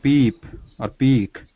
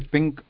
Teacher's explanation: that E in this peak is elongated or it needs more time, but the throat, tongue and lips have similar posture as we utter E in pink · Term: long E